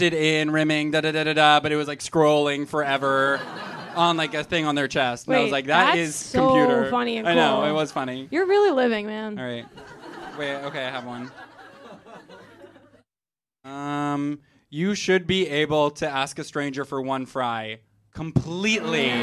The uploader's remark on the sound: Live Show. Someone literally went into labor during this show — you can't hear it in the podcast.